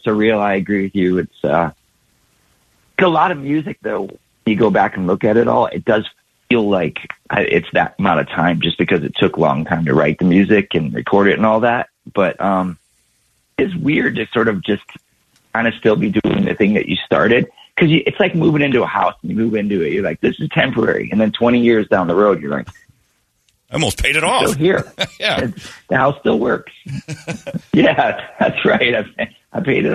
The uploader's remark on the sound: UFest Call